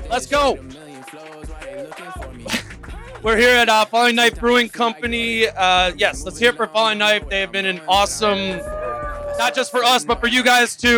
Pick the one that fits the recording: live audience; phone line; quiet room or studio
live audience